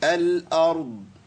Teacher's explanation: أبين صوت الضاد مع تفخيم الراء وتسكينها